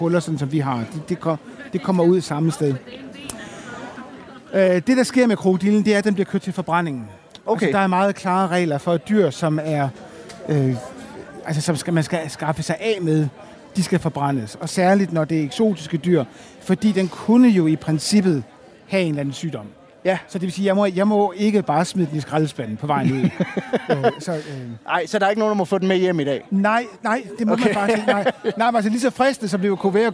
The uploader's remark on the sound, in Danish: Kraniebrud ved Forskningens Døgn. Dagens program er optaget foran et live publikum ved Forskningens Døgn i Stakladen i Aarhus.